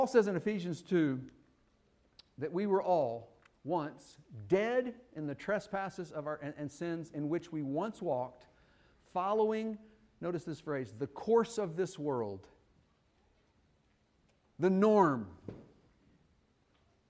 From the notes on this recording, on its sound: Fuquay-Varina church of Christ sermon audio